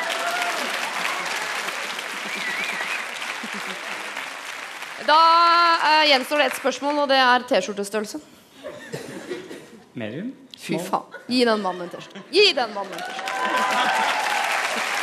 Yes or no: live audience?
yes